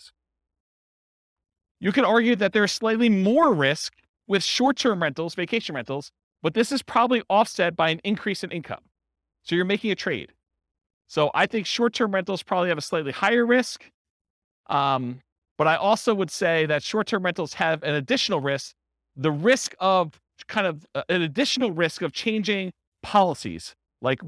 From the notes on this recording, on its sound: This was a live class recorded